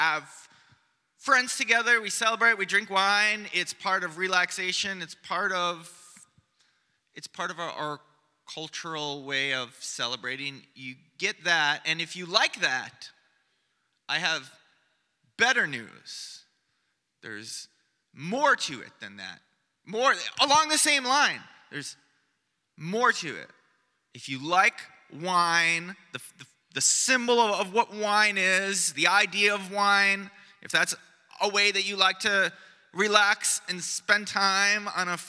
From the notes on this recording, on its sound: Preached on Sunday morning